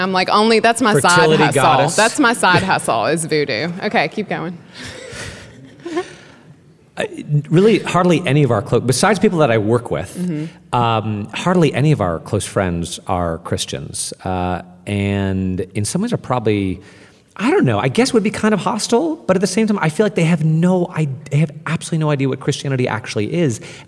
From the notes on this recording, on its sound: Recorded in front of an audience at the 2018 Mockingbird Conference in New York City.